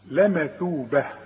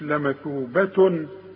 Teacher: اذا وقفت هتتحول التاء المربوطة الى هاء · Shown in: first take